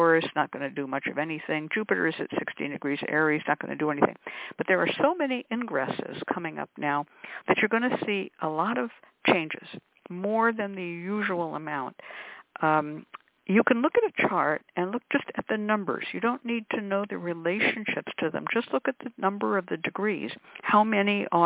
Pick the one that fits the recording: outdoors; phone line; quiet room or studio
phone line